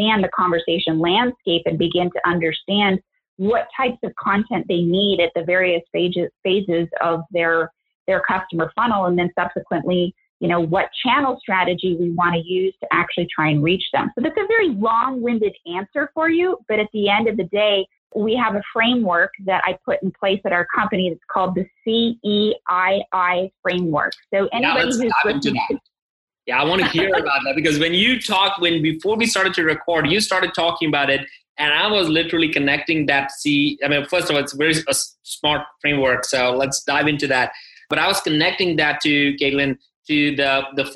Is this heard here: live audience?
no